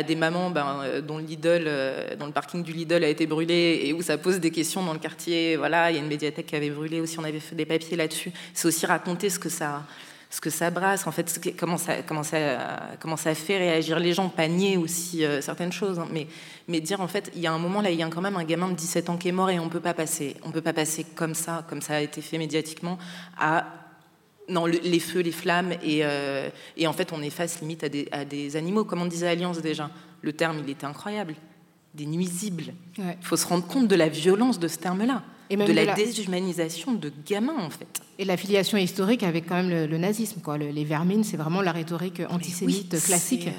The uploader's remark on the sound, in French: Kiffe ta race propose une émission spéciale enregistrée en public au Centre Pompidou, dans le cadre du cycle “Ouvrir la marche 1983-2023, 40 ans de lutte contre le racisme”. Prise de son : régie du Centre Pompidou.